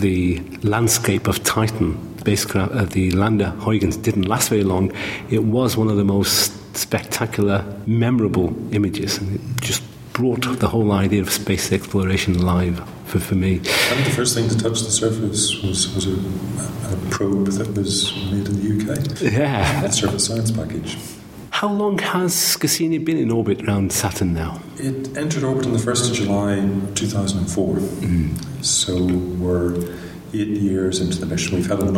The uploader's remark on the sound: This interview was recorded during the National Astronomy Meeting in Manchester in March 2012.